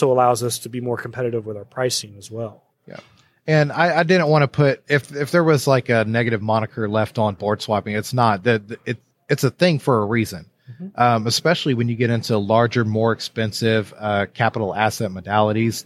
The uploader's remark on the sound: Day one Live at the MD EXPO